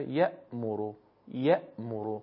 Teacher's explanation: چون در مقابلش حرف همزه هست. حرف همزه اتفاقا تیز و با ضربه تلفظ میشه